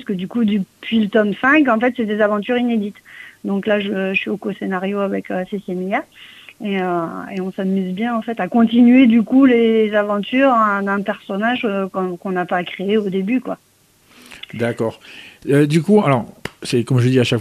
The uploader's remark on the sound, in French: reçoit par téléphone la scénariste